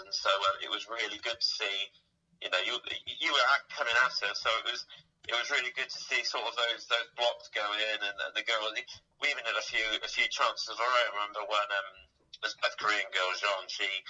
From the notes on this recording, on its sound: Apologises for the audio quality, we've had issues with equipment this week (*Blames Storm Ciara).